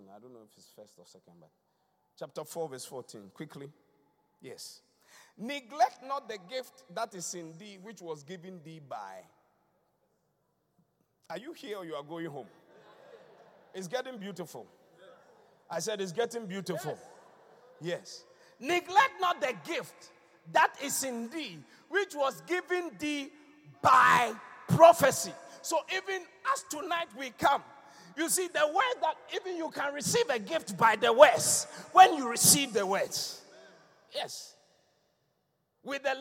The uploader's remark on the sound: Preached at the Qodesh